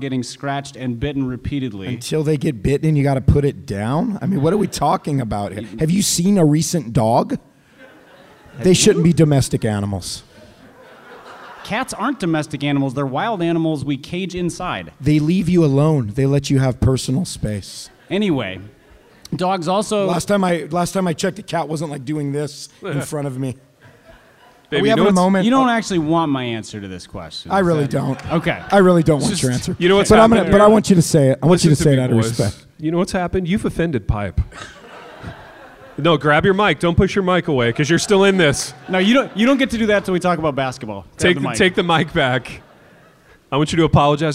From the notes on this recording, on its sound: LIVE IN INDIANAPOLIS